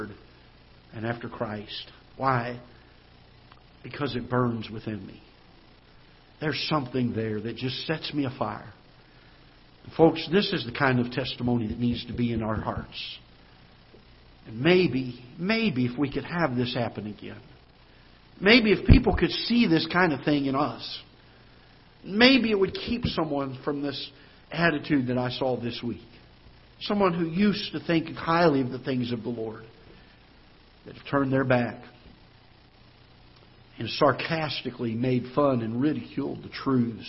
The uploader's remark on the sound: Ketha Heights Baptist Church ~ Live Broadcast.